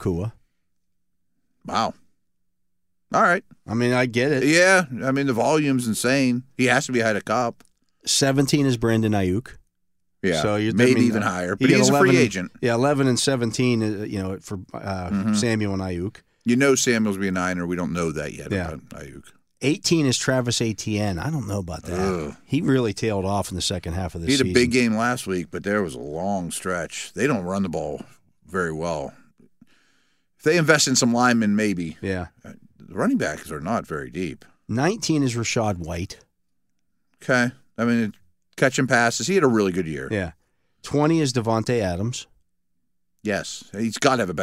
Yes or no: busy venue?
no